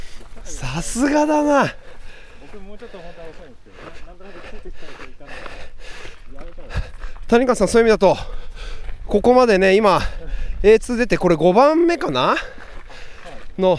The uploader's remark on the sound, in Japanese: 鈴鹿山脈を進むトップ選手の実走インタビュー。A1安楽峠の様子。